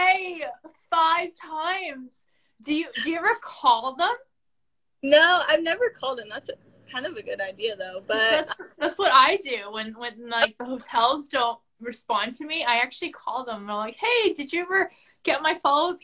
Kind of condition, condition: link, video call